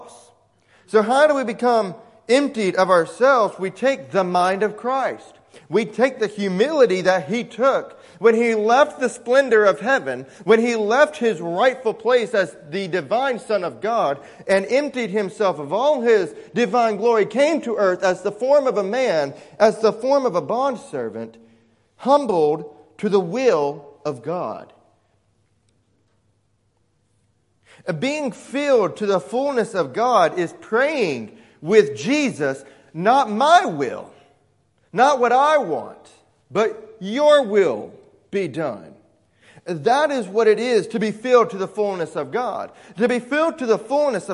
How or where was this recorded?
large echoing room